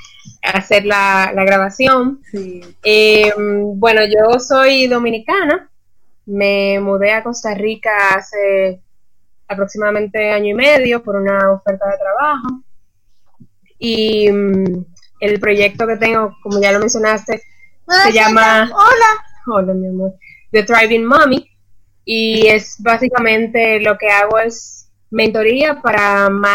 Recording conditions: poor sound quality